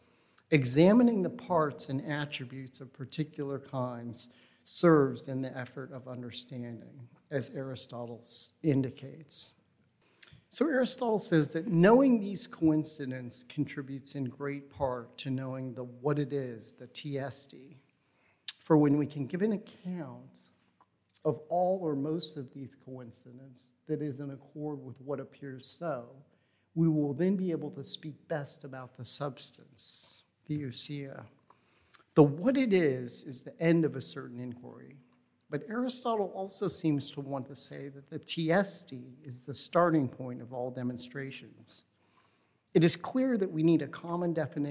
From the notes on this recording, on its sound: Recording of the National Endowment for the Humanities lecture delivered on April 22, 2022. As part of the Formal Lecture Series.